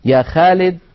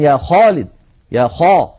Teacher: فلا بد من تفخيم صوت الخاء عند النطق بها · Shown in: second take · وتفخيمها كما هو معلوم على درجات، كنا قد تحدثنا عنها عند كلامنا على مراتب التفخيم لحروف الاستعلاء.